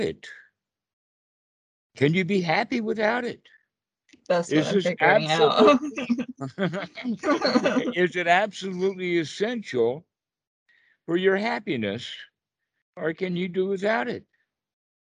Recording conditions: video call